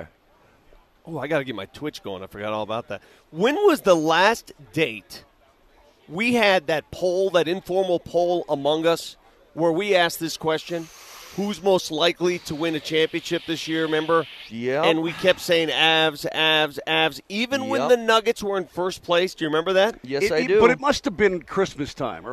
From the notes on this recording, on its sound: Live from the Nuggets Parade!